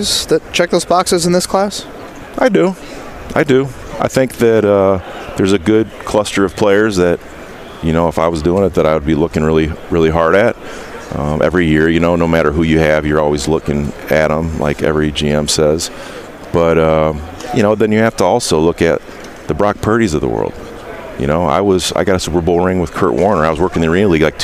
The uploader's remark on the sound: Last day at the NFL Combine. Joins the guys live at the Combine.